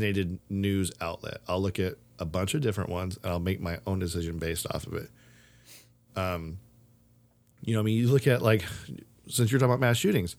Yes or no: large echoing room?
no